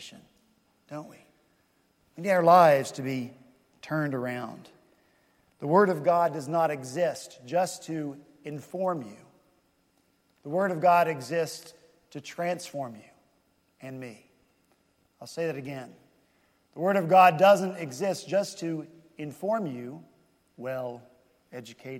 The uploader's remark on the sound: this past Sunday, March 20 at Redeemer Presbyterian Church in Charleston, SC